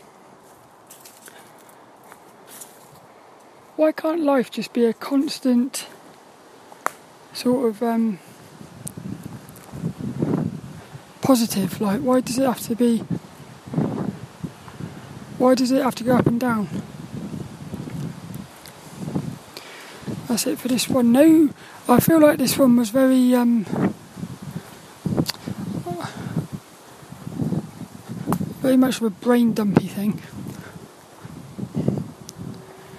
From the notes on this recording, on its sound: This 'About The Tings' episode is a Walk and Talk around the woods